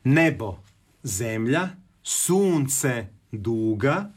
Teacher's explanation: nebo, zemlja, sunce, duga, to su kratkosilazni, kratkouzlazni, dugosilazni i dugouzlazni · Term: četiri naglaska